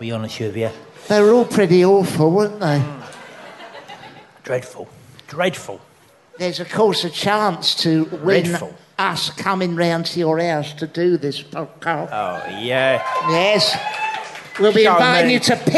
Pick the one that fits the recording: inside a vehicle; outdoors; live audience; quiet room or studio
live audience